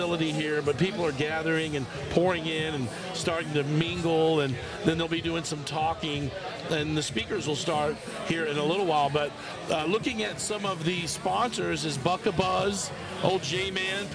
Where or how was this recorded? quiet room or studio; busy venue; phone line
busy venue